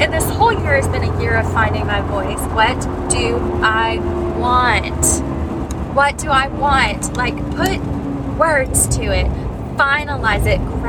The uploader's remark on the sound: I finally pull in my driveway and the road noise quiets.